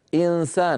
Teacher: يذهب من مخرج الهمزة إي إلى مخرج السين مباشرة ولا يقرع بطرف لسانه مخرج النون، يبقي من النون غنتها، يبقي من النون غنتها دون أن · Term: الإخفاء